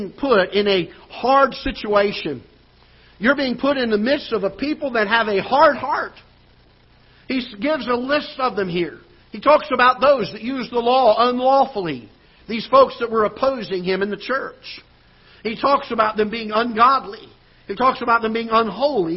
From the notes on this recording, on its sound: Ketha Heights Baptist Church ~ Live Broadcast.